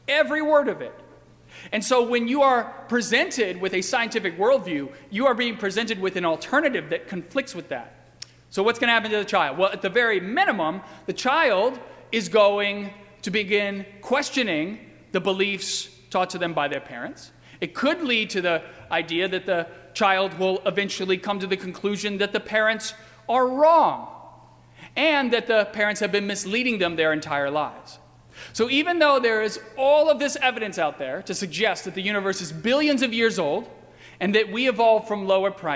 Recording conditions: large echoing room